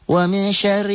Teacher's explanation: Wa min ikhfa nun mati ketemu syin wa min syarri ra-nya tipis tarkik tipis ra-nya juga kosor ra-nya juga double